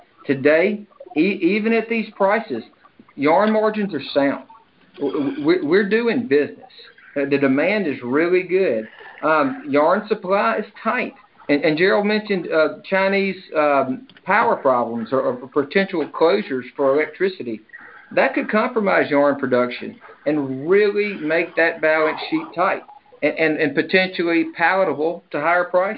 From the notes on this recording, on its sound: Oct 2021 Monthly Conference Call